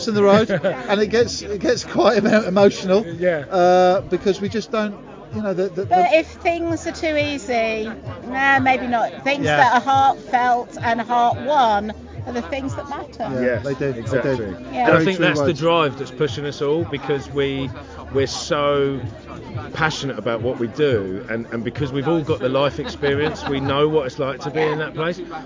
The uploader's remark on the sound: LIVE from our SONS OF ANXIETY LAUNCH PARTY. LIVE from our official launch party for our T-shirt brand.